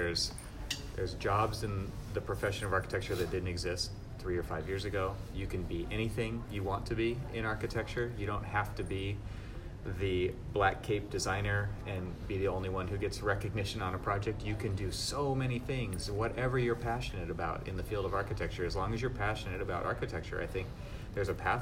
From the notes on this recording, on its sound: At the CONSTRUCT Conference in Long Beach, California in Fall 2018. Please excuse the background noise, because we were in the banquet room. After we rearranged the stage with furniture, we found the time to do the first part and finished up afterwards.